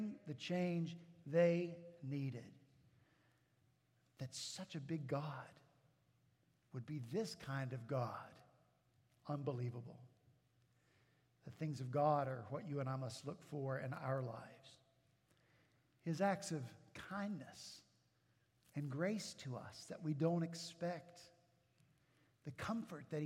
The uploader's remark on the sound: At Redeemer Presbyterian Church in Charleston, SC